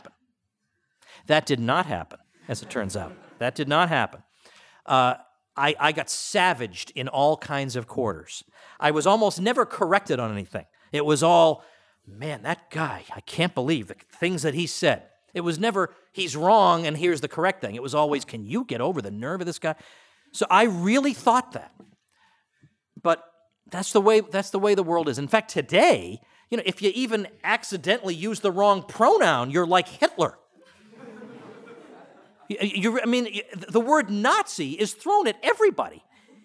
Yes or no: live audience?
yes